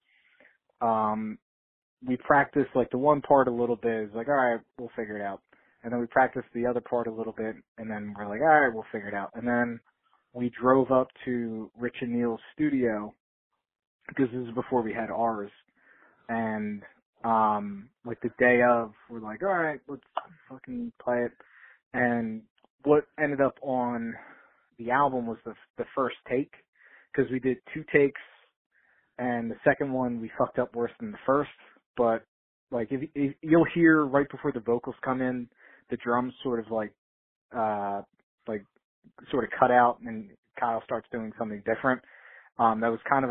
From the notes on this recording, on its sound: called in to chat